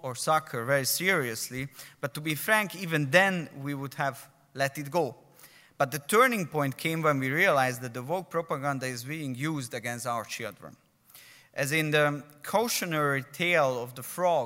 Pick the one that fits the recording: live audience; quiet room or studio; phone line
live audience